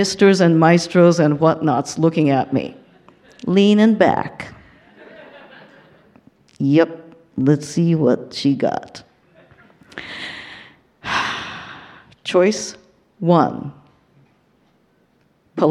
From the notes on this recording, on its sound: Told live onstage at Bawdy’s 15 year Anniversary event